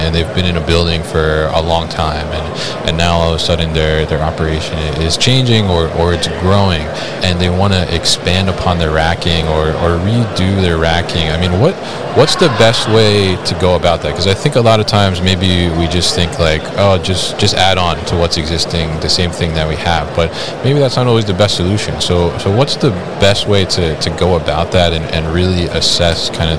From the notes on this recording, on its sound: Hannibal Industries at MODEX 2022